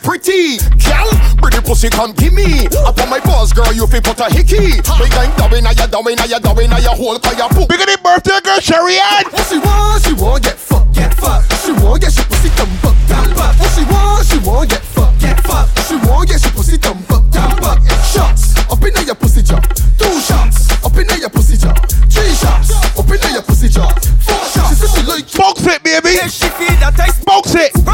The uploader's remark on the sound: LIVE AUDIO FROM THE OFFICIAL REOPENING OF RAKSHAK BAR ORANGE HILL, ST.JAMES BARBADOS.